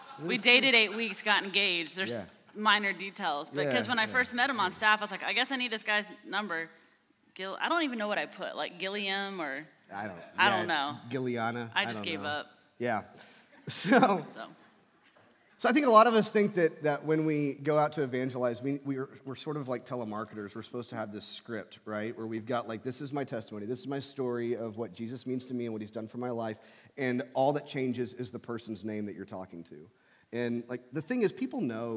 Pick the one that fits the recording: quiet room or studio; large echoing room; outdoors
large echoing room